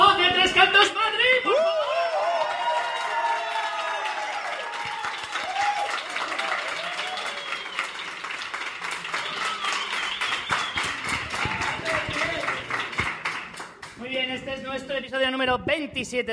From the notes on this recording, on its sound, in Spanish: Podcast en directo desde la primera edición de las Chulapod de Madrid.